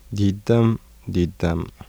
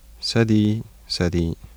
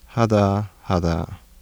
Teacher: Voiced alveolar stop becomes voiced dental stop between two vowels.